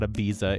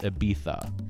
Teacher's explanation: sort of a TH sound rather than a Z · Shown in: second take · It is not Ibiza, it's Ibiza.